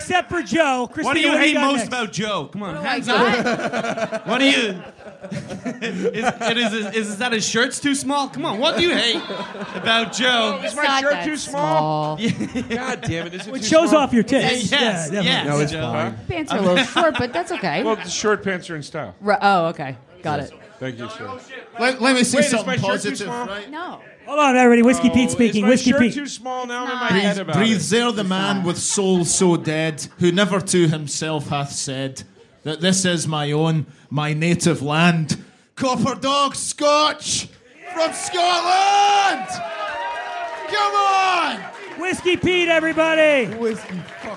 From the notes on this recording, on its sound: Live at The Stand NYC, 1/5/23. He's joined on stage by a dynamite panel of comedic all-stars. This is, undoubtedly, the wildest live show we've ever done...